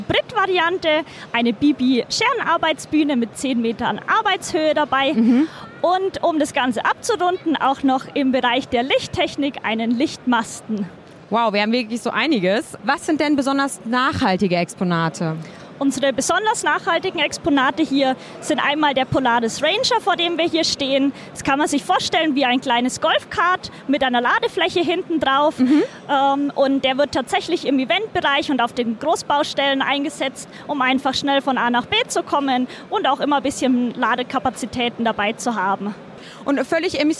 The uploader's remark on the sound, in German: LIVE-Rundgang: Zeppelin Rental auf der bauma 2022